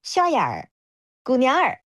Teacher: 杭州话当中它的这个儿，其实都是分开的音节，它不会卷舌头，这是一个很大的差别。然后从根源上呢，要讲到。南宋他当时是定都临安，然后当年有大量的皇室官员百姓是从开封南迁到杭州来，再把当中的那种中原官话带到了这里，所以呢，原本江南本土的这个吴语是很少带儿这个后缀的，因为